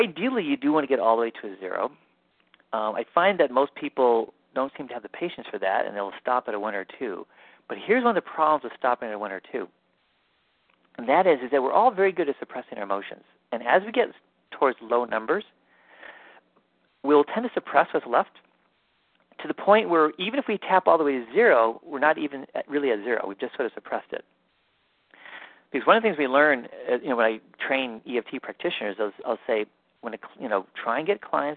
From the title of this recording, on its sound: Live Q&A Calls